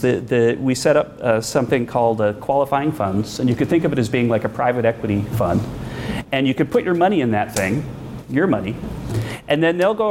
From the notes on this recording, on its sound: Live Event.